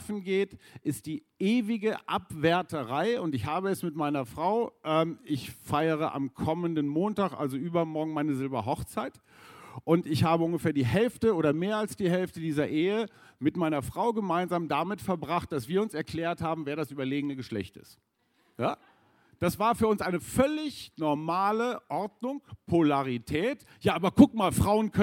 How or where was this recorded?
busy venue